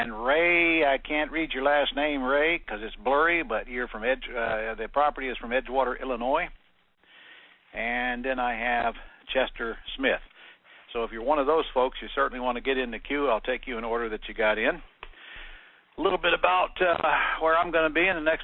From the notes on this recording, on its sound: Q&A Call